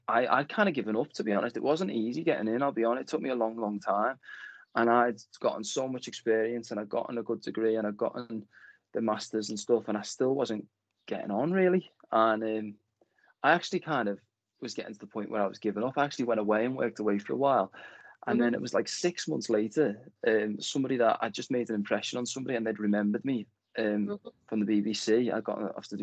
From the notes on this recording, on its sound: This conversation originally took place during lockdown as a video interview rather than audio